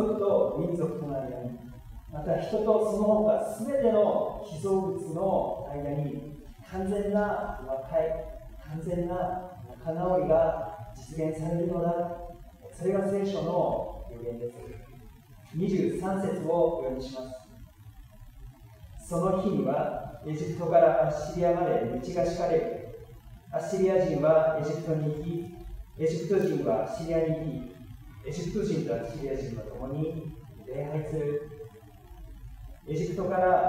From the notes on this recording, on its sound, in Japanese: 機材トラブルにより音声が聞きづらくなっております。